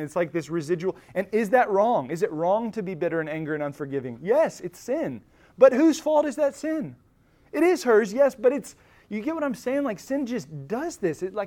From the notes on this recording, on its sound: Recorded at Emmaus Church in Buford, GA